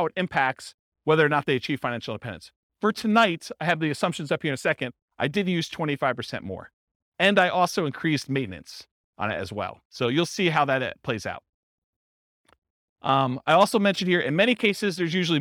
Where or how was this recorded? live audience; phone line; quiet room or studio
live audience